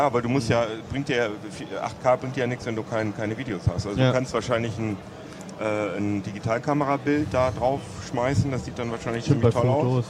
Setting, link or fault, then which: setting, busy venue